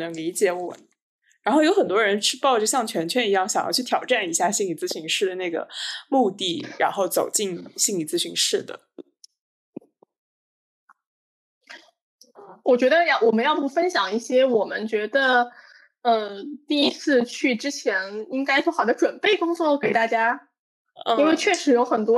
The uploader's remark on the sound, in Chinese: 本次播客是线上录制，音质较差，敬请谅解。